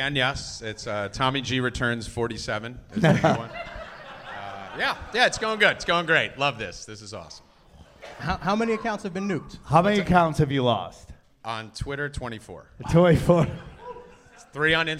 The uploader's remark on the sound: Recorded Live at the Dojo of Comedy in Morris Plains NJ.